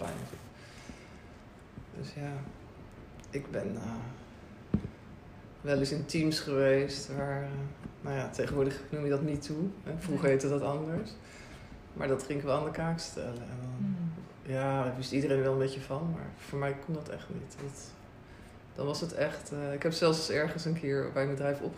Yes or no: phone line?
no